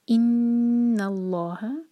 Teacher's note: نون پر غنہ اور لام جلالہ ہیوی